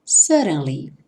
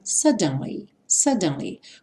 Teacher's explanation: Aqui, esses dois D's vão ter um som de R, R, de R, como ali na legenda em azul. É comum no inglês americano T ou D aparecer com esse som de R · Shown in: first take